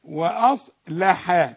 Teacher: واصلح والواو والهمزه مرققين